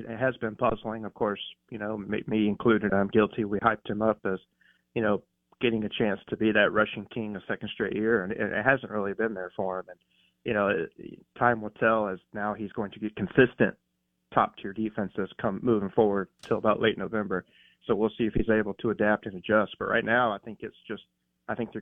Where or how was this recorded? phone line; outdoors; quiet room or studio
phone line